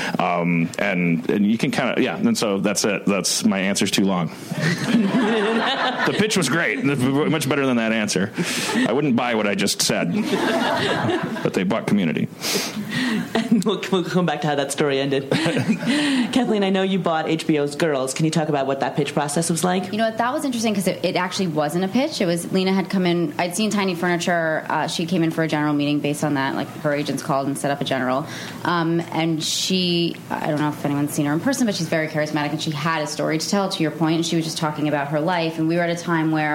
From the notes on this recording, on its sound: What's Your Pitch? panel from ATX. Recorded at ATX Television Fest in June 2015.